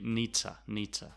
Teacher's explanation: he doesn't say need to, he says nita, nita. So need to, when we're speaking naturally, when we're not emphasizing the word to, too often becomes t.